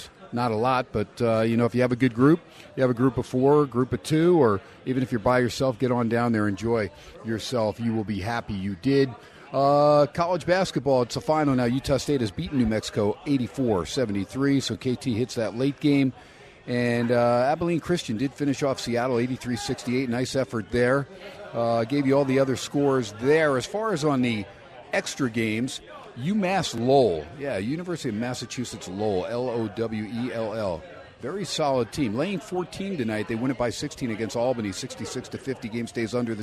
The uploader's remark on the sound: "Live" from #PSBRlaw Studios in Las Vegas it's #HumpDayHappiness at Steiner's Pub with SportsXradio